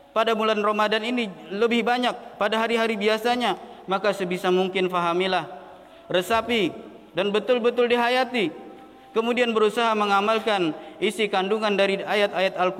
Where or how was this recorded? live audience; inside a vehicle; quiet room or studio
live audience